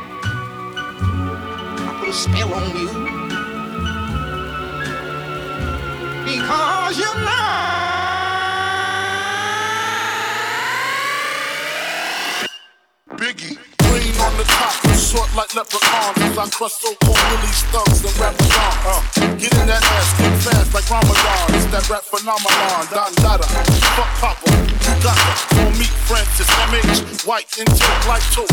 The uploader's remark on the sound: Live at Bamboo Bass Festival 2019. I actually remembered to record my set at Bamboo Bass Festival in Costa Rica!